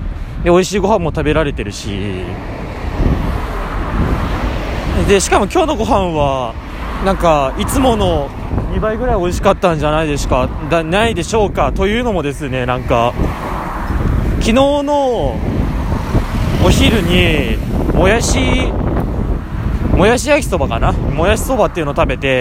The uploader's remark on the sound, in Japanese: お昼食べた後にご機嫌に歩きながら喋ります。車や風、小鳥のさえずりをバックにお聞きください。